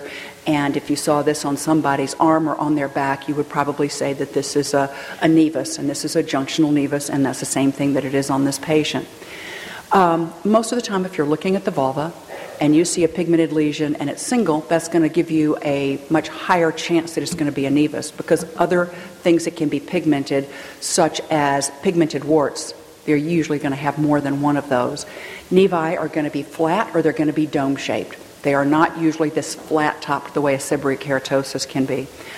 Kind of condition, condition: setting, live audience